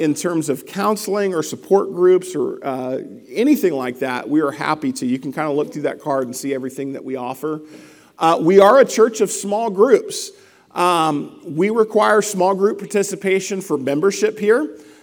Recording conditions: large echoing room